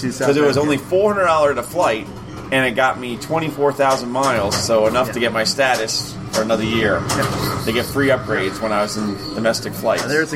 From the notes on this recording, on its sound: This week we are live. From the Silverball Saloon in East Rochester, NY.